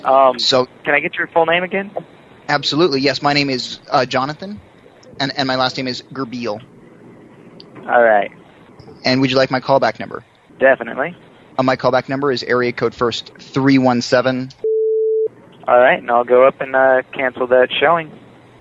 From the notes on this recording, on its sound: Prank Phone Calls.